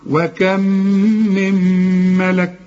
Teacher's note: كأن ما عنديش نون، كأن النون اتحولت لميم